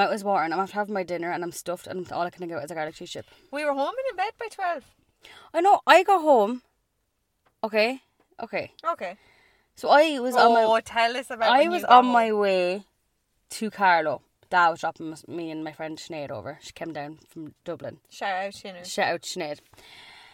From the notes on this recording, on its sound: This week’s episode is brought to you from our car